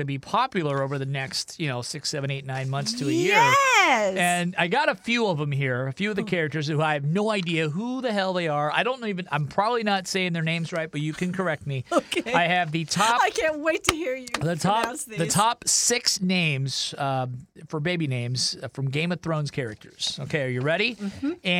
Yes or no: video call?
no